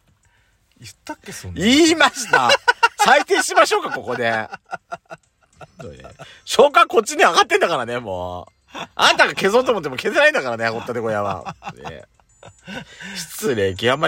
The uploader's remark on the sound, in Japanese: 2人組。パーキング収録。